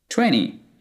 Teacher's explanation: we have a T after an N. So, we can completely forget about that T.